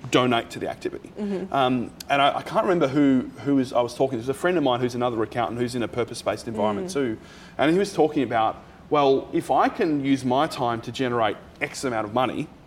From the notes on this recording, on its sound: A very special live recording from our June Good Mornings breakfast event for purpose-driven folks held at the Frankston Social Enterprise Hub.